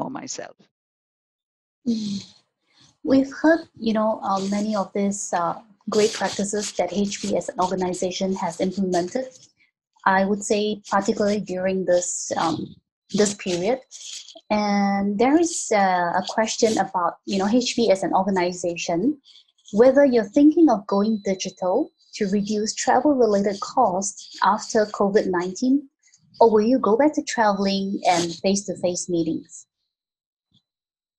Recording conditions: video call